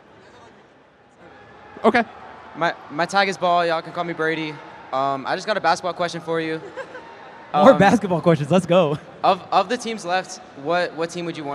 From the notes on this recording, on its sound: LIVE AT BATTLE OF BC 5. Our live episode from Battle of BC.